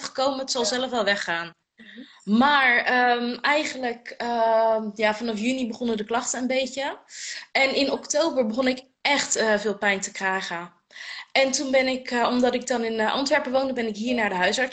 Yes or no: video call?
yes